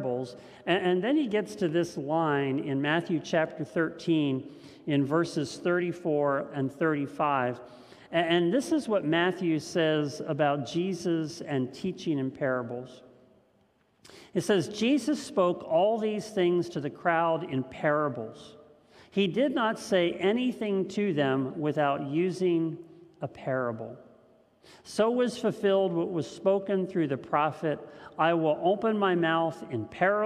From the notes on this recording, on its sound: This message was first preached on March 7th 2021 at Linglestown Life Church in Harrisburg PA.